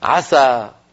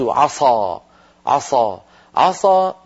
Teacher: ولو فخمت السين قليلا فقلت عصى عصى عصى صارت السين صادا